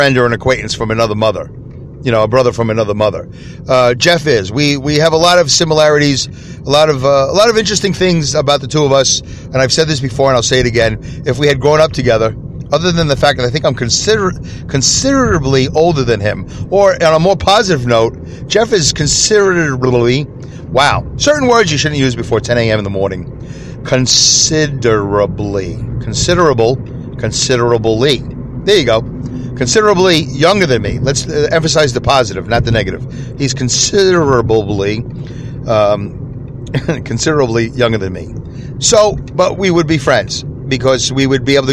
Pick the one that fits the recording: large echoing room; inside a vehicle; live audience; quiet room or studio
inside a vehicle